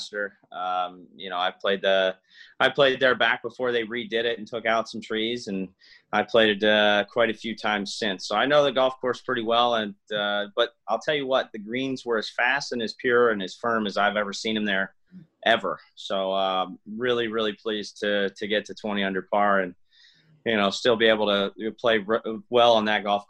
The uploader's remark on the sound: The Zoom-video of the interview is here.